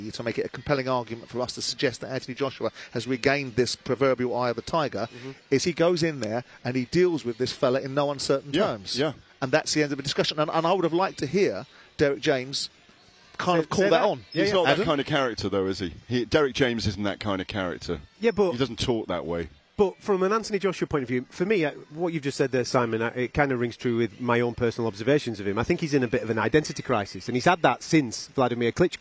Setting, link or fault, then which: setting, busy venue